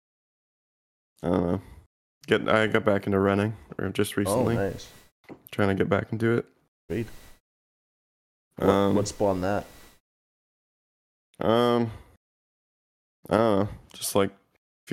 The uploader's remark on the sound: Sound is shite, on the road podcast setup!